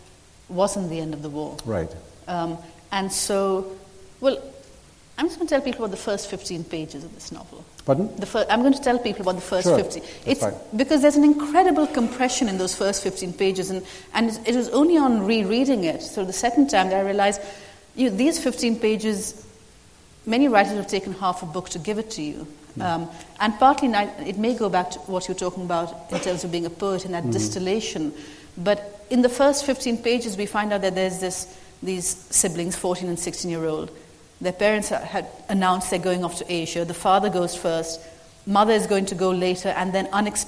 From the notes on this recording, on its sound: at a Guardian Live event